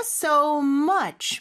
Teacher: much를 좀더 강조를 해주는 경우가 많고요